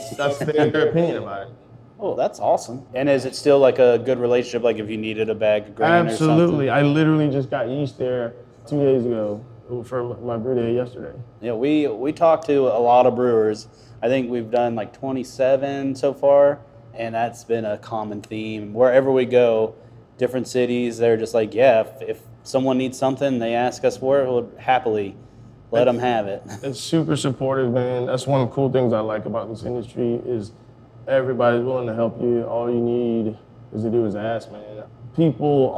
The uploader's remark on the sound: grabbed a spot at the bar